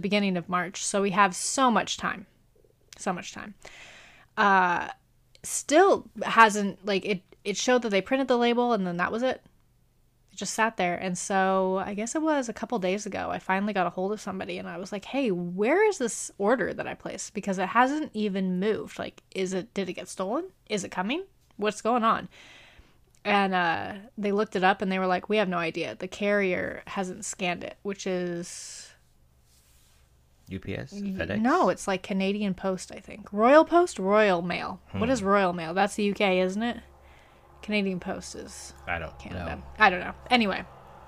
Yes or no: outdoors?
no